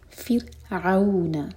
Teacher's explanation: فر، زبان کے صرف ٹپ یوز کریں گے. فرعون، عین حلق سے اور مد لین. عو، فرعون ہے کہنا، فرعون.